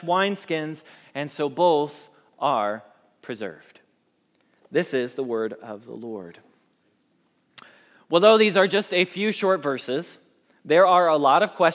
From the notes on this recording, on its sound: Message Preached at Valley Creek Church